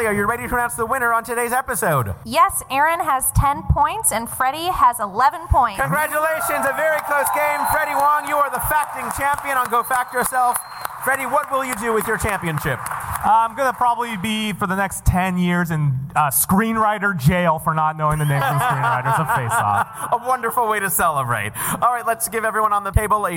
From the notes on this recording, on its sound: Recorded earlier this year in front of a live audience at the Angel City Brewery! The show was recorded from the Angel City Brewery in downtown Los Angeles, by our live sound engineer.